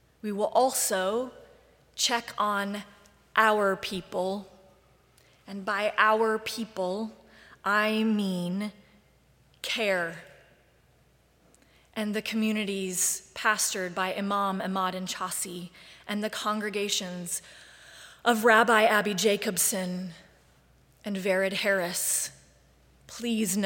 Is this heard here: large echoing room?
yes